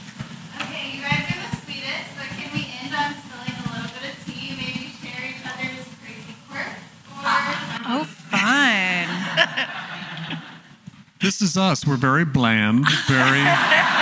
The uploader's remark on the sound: This conversation is presented by Variety , and was recorded live at ATX TV Festival Season 12 (June 1-4, 2023) in Austin, TX.